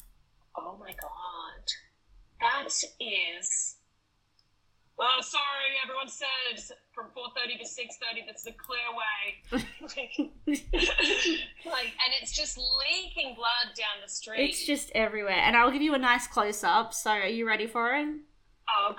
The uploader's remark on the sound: Sorry for the not so optimal sound quality.